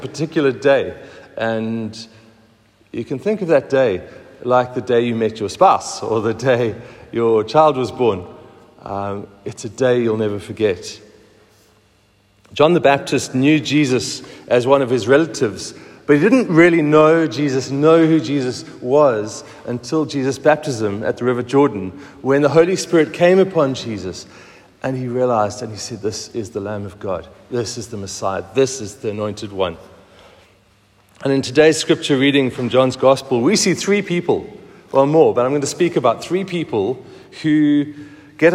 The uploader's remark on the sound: Recorded at the 7:45am service on Sunday 16th July 2023